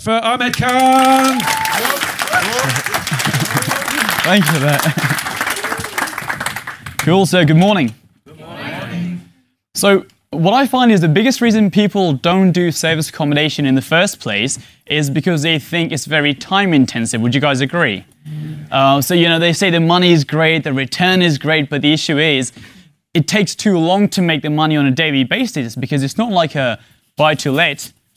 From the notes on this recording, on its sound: In this fascinating episode with a live audience.